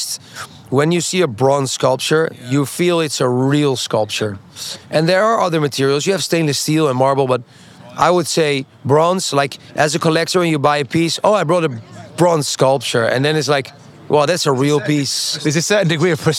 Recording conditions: busy venue